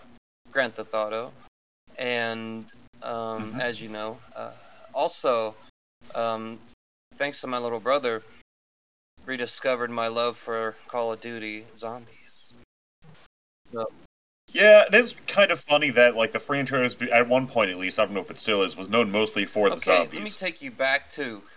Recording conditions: poor sound quality